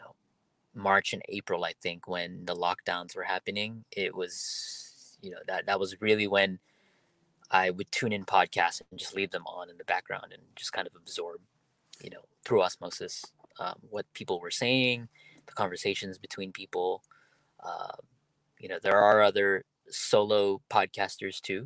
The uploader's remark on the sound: My first podcast done solo in my car.